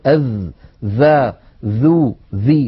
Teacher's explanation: الذال مجهورة، والذال رخوة والذال مستفلة كما أنها منفتحة. أما صفات الحروف التي لا ضد لها فليس للذال منها نصيب، لا يوجد صفة من تلك الصفات في حرف الذال.